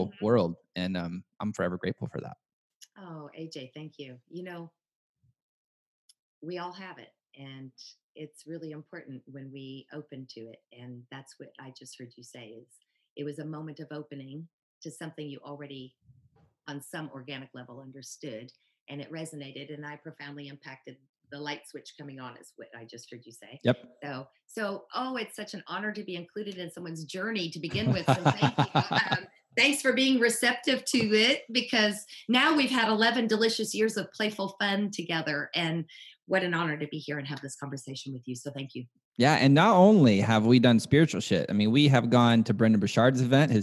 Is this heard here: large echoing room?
no